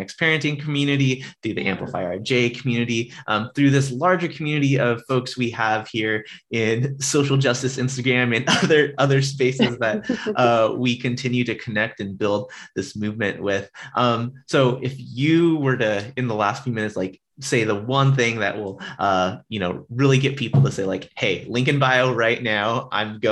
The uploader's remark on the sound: Instagram Live